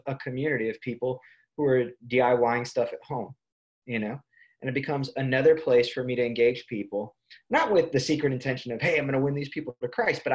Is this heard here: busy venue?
no